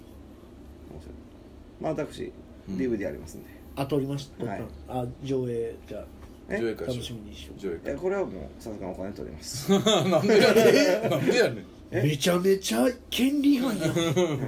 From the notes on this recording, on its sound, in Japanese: 神戸、SPACE DOG!RECORD(お店)より。